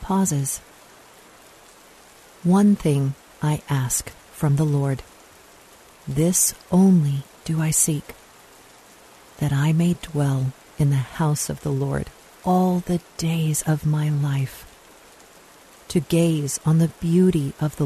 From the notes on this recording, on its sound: Relax to the sounds of rainfall.